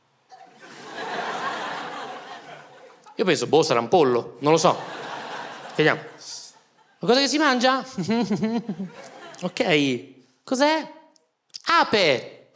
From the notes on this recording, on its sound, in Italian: Registrato al Teatro Manzoni di Milano